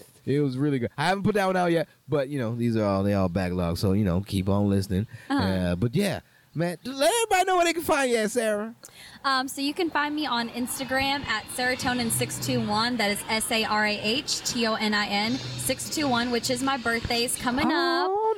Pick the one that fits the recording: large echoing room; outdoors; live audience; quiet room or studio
outdoors